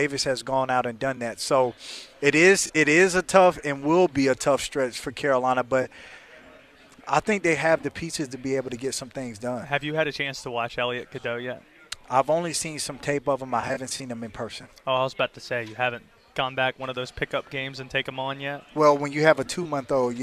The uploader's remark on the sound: live from ACC Tipoff in Charlotte